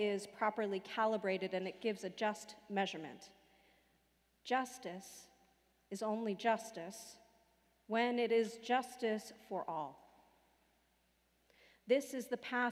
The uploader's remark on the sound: Sermons from Old South Church in Boston